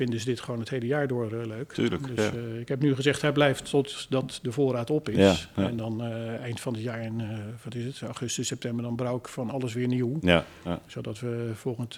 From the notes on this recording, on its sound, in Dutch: Eigenaar/brouwer van de Leidsche Bierbrouwerij in Leiden. Live opgenomen in de dit jaar 20-jarige brouwerij.